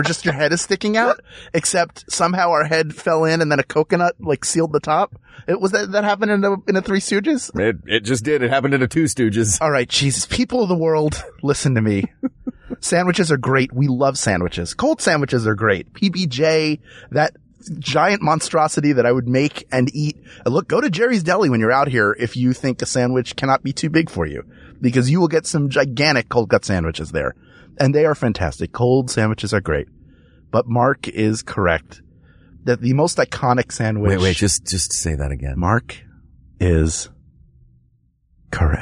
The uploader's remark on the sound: LIVE from a car